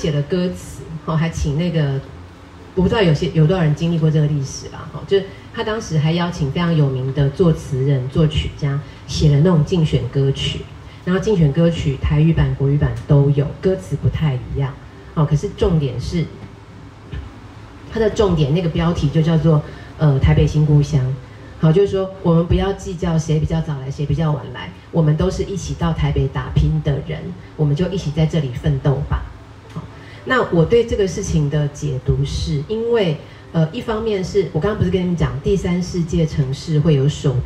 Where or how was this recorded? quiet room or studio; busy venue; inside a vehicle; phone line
busy venue